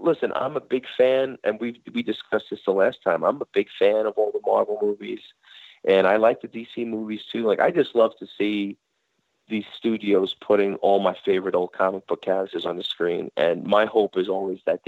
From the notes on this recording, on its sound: call